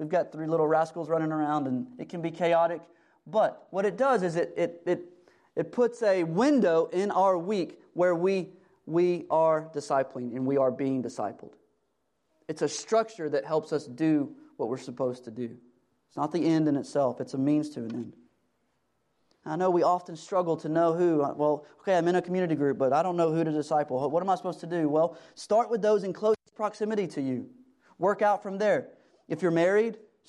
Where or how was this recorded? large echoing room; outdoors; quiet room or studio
large echoing room